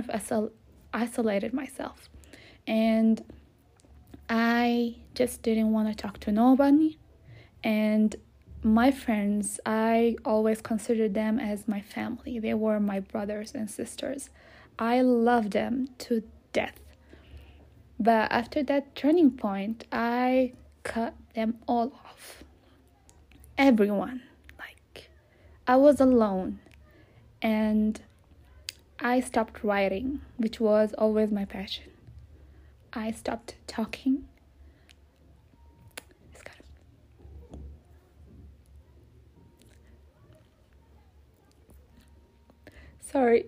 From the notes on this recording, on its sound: Please do understand this was not planned episode, so you might hear background noises and me stuttering or going back and forth with myself, or losing words.